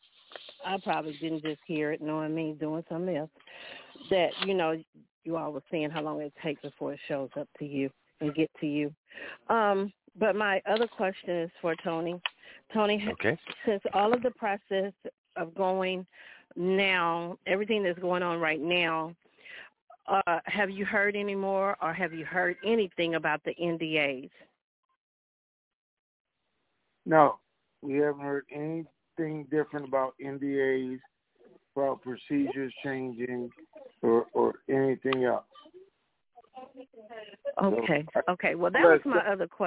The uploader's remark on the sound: TNTSuperfantastic Conference Call